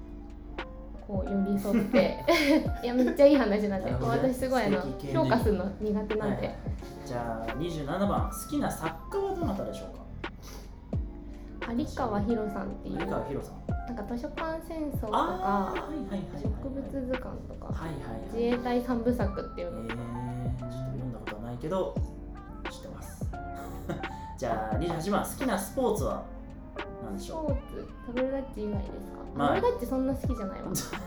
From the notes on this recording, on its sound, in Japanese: 今回カラオケで録音したので歌声が漏れてきた隣の部屋の歌声が聞こえますが、気にしないでくださいね。